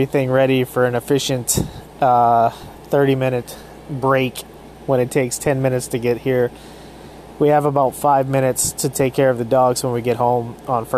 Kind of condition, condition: fault, sounds in the background